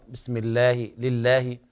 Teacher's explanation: إن كان قبلها مكسور ترقق بسم الله، لله